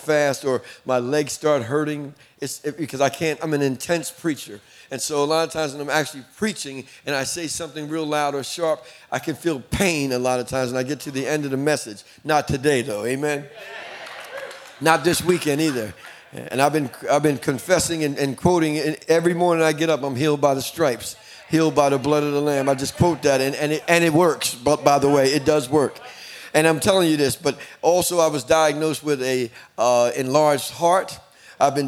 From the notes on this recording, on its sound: In this episode, we are stepping into our Inspire Leaders Conference 2022. Equipping our Gateway leaders in one of our conference sessions!